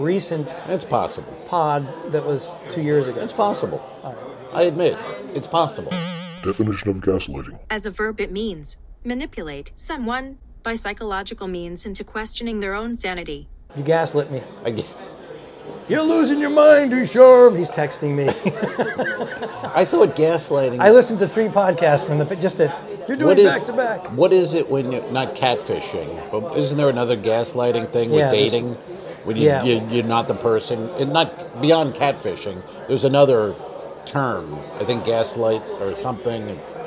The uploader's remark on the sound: LIVE from Grand Cathedral Cigar Lounge in Ybor City, Florida. The boys smoke cigars in a lounge and bitch about things.